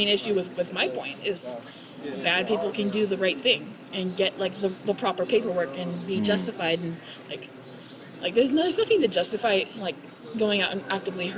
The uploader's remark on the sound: Location: San Antonio, Texas. Recorded w/Go-Pro.